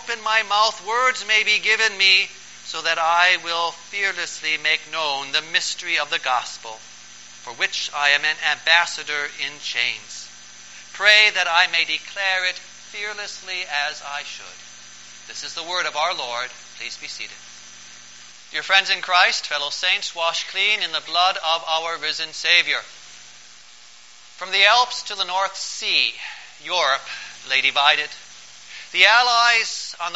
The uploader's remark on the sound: Preached on September 9, 2012, for the Fifteenth Sunday after Pentecost